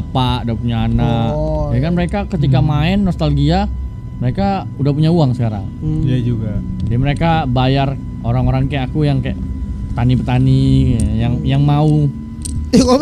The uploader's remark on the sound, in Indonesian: Ngobrolin Game Di Rooftop. Mohon maaf banyak suara kendaraan. Hostnya pada goblok milih tempat take podcast.